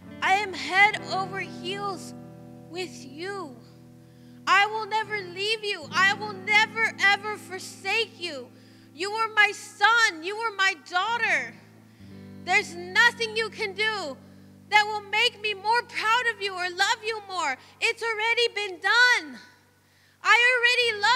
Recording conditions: large echoing room